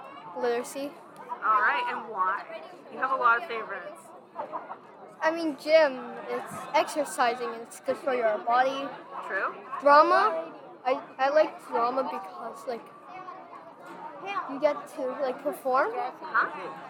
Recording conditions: busy venue